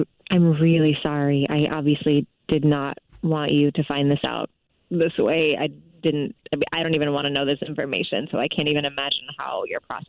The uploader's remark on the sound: A Phone Prank